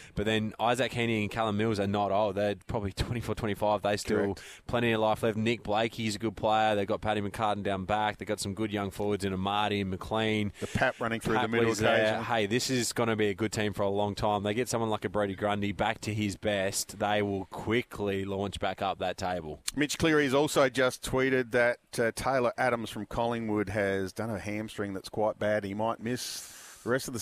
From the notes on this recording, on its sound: live from Tool Kit Depot's opening in Seaford